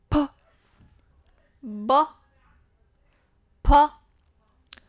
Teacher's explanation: 读噗的时候，你会感觉到比较明显的一股气